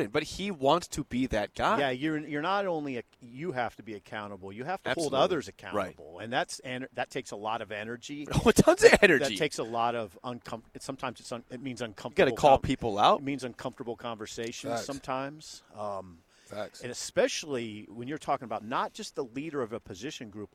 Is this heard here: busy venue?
yes